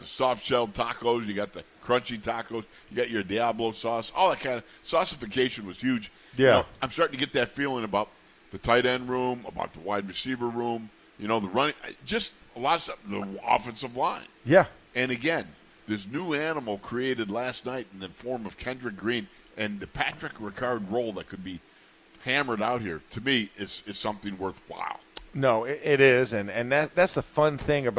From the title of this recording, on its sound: In the Locker Room Live from Steelers Camp Day 9